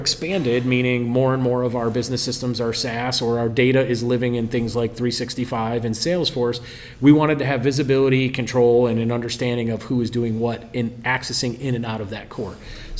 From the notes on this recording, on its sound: Recorded in New York City at CXO Summit Live on October 25th